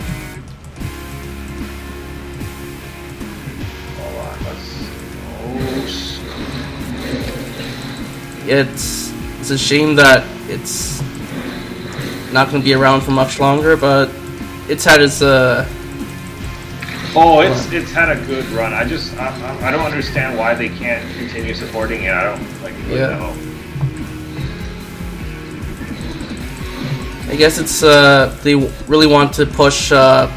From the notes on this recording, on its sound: This week’s podcast is a bit more lax as we’re playing Diablo 3 at the same time as recording.